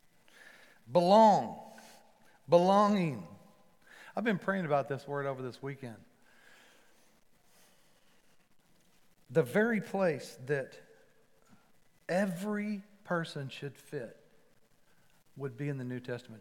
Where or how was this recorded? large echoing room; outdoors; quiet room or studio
large echoing room